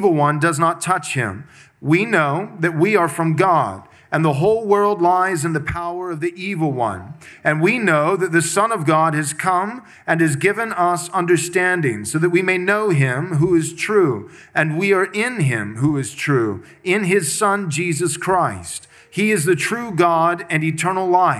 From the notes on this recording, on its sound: This sermon was preached at Covenant Bible Church on Sunday, November 19th, 2023. Covenant Bible Church in Georgetown, Texas.